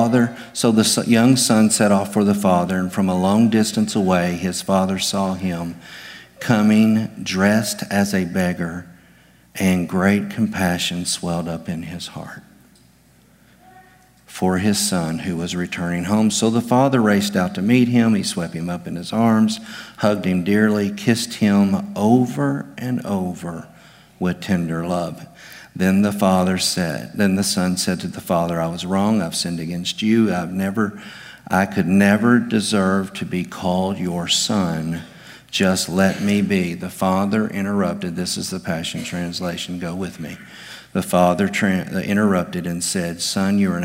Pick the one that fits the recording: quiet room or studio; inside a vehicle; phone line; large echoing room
large echoing room